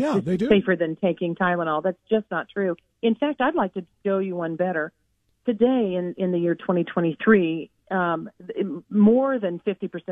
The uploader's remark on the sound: takes calls from various candidates that call